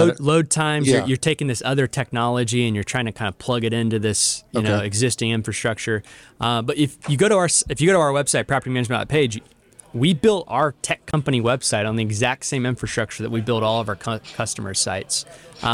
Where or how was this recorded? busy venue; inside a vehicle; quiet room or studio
busy venue